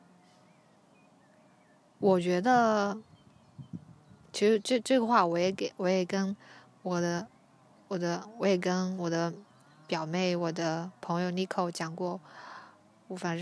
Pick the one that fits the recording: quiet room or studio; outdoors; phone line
outdoors